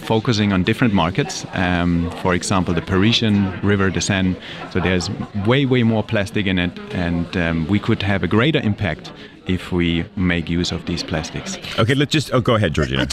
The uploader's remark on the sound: Live from Zürich. Our weekend programme comes live from Monocle’s radio studio in Zürich. Discuss key topics in front of a studio audience.